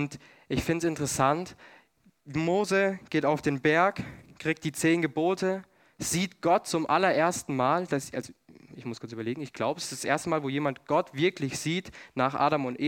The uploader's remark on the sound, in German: 2022 in der Gemeinde Kaleo Schopfheim aufgenommen.